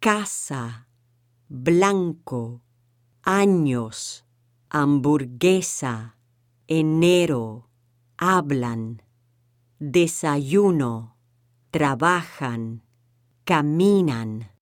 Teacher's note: If the word ends in any vowel, a, e, I, o, u, or the consonants n or s, pronounce the word with the stress on the next to last syllable · Term: stressing the correct syllable